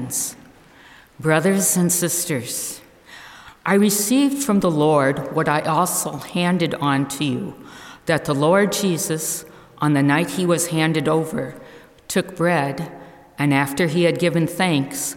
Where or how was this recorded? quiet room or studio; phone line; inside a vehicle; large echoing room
large echoing room